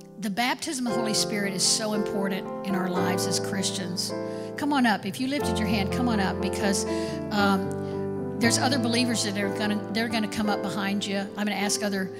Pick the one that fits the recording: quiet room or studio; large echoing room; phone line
large echoing room